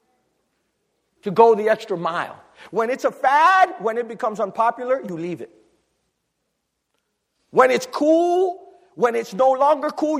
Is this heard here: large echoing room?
yes